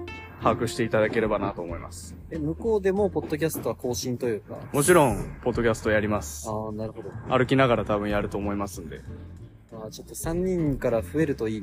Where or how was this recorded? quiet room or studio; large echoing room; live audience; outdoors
outdoors